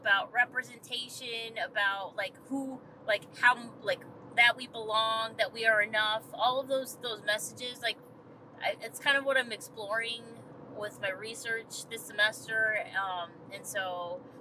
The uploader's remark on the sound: Recorded on the drive home. During an on-the-road debrief of the 2023 TYA/USA National Festival & Conference hosted by Childsplay in Tempe, Arizona.